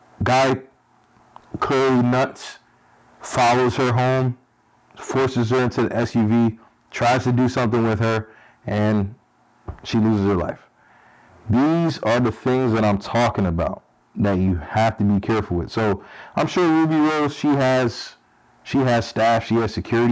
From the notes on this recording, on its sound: Let me apologize for the bad audio! The mics were turned up too high on this one.